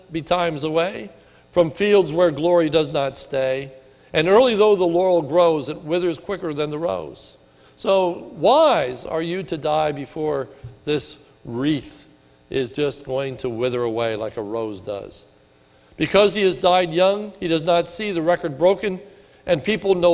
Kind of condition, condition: setting, large echoing room